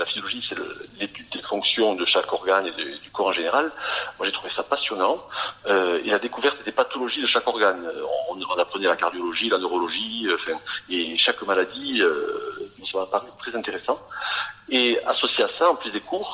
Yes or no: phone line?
yes